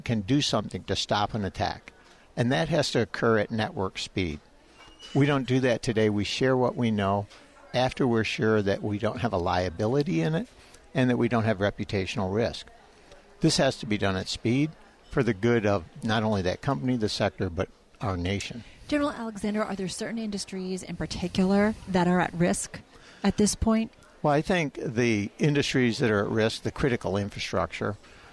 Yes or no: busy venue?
yes